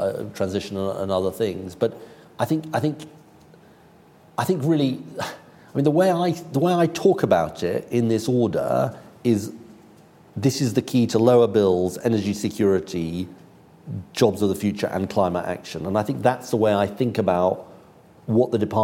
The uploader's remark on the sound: IfG Net Zero Conference: Keynote speech